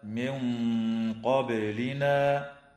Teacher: وتخفى عند القاف مع الغنة مفخمة